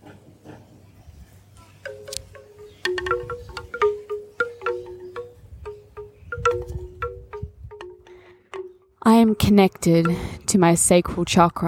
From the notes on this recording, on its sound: The bamboo wind chimes in background of this episode were recorded live in Brunswick Heads, NSW Australia.